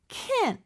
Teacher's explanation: can't 같은 경우는요. 마치 can처럼 들릴 수 있지만 약간 콧소리가 들어갑니다. can 이렇게. 그리고 마지막 t는 잘 안 들려요.